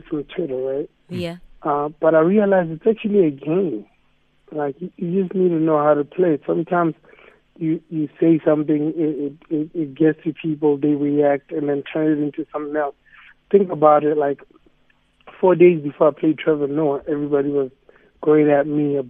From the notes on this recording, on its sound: PHONE INTERVIEW